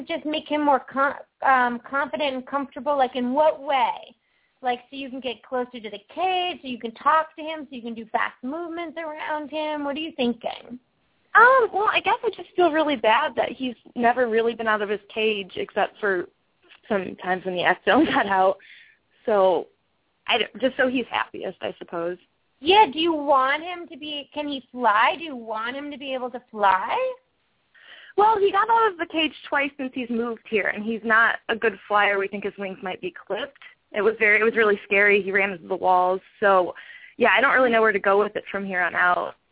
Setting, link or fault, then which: link, phone line